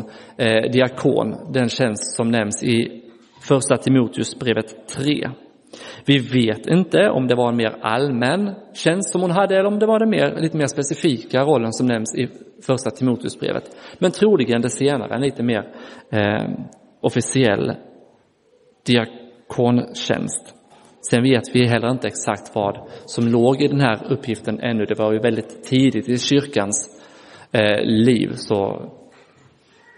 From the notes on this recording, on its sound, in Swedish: Inspelad i Roseniuskyrkan.